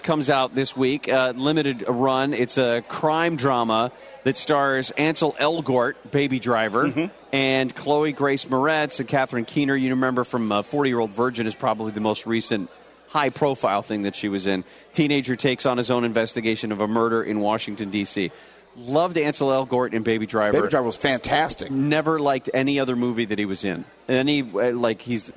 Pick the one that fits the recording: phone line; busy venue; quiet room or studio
busy venue